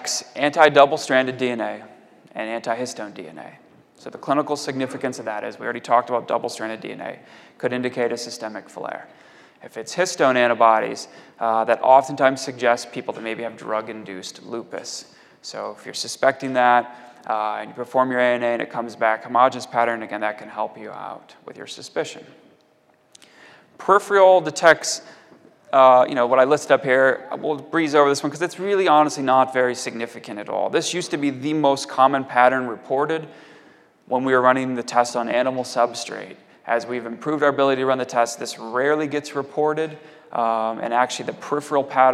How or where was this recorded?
large echoing room